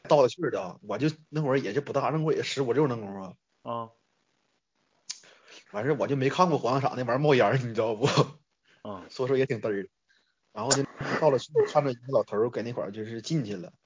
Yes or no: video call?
yes